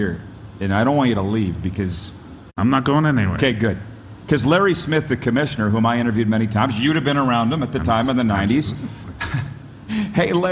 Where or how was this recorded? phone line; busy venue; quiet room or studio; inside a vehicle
busy venue